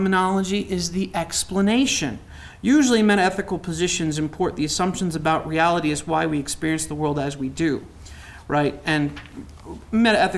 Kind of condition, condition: setting, live audience